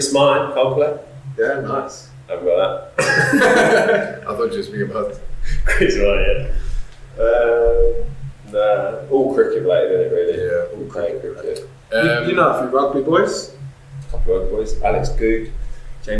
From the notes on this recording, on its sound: We had some technical difficulties when recording this episode